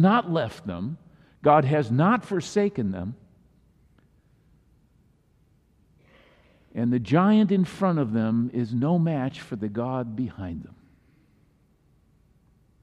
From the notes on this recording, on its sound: Messaged delivered during the Traditional Worship service.